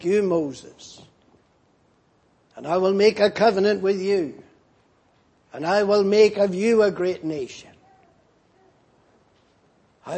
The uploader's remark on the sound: Preached in Grafton. At the Lord's Day Morning service on 5th May, 2019.